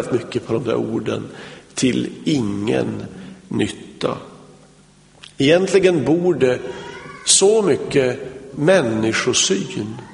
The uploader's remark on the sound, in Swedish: Inspelad i Smyrnakyrkan, G&#246;teborg 2006-01-01.